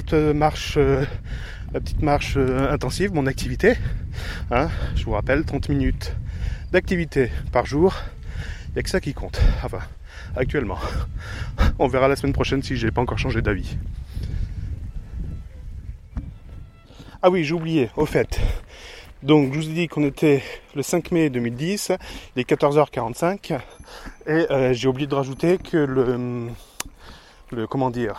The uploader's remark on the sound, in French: Enregistrement avec Zoom H1 en extérieur à la campagne.